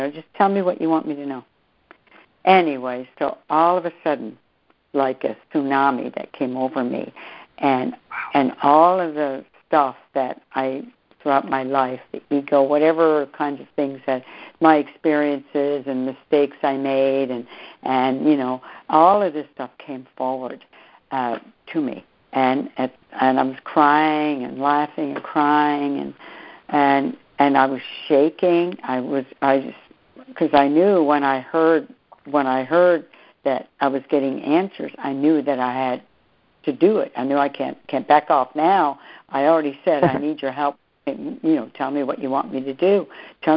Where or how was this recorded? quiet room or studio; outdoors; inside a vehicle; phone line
phone line